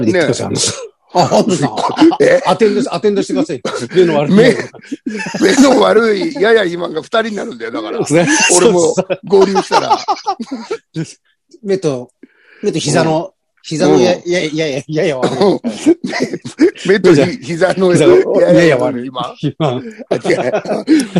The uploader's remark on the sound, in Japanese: ZOOMで収録